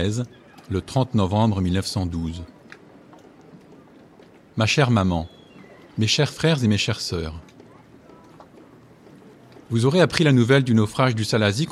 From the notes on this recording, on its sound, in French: Ce documentaire a été l'occasion idéale de mêler ce formidable récit à mes enregistrements des sons de la mer.